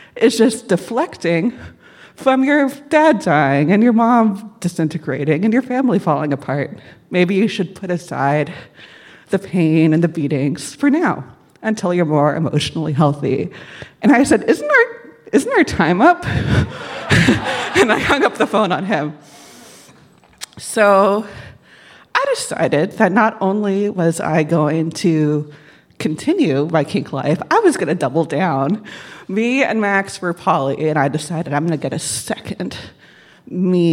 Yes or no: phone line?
no